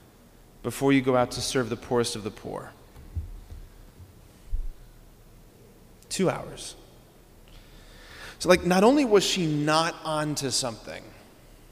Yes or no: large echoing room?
yes